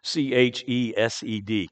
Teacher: there's not a ch sound in Hebrew. It all happens in the back of your throat. It's a hard K, chesed.